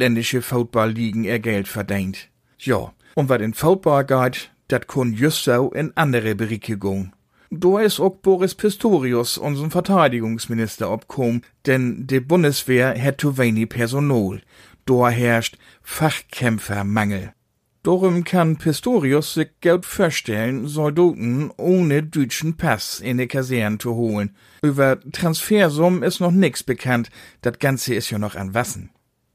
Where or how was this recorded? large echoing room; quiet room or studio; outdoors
quiet room or studio